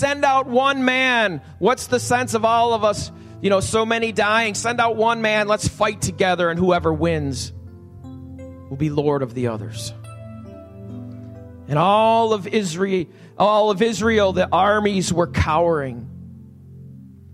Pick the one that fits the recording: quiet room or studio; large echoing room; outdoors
large echoing room